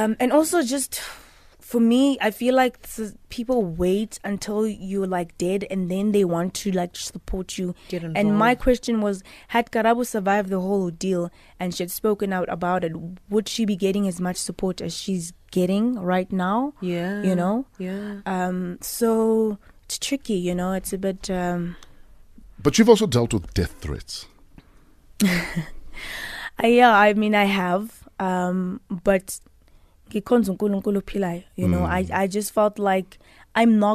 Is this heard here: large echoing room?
no